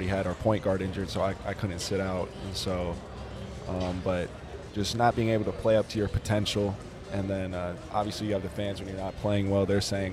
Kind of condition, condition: setting, busy venue